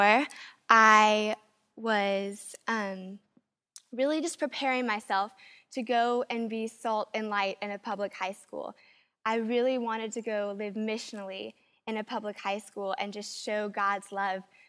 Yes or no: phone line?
no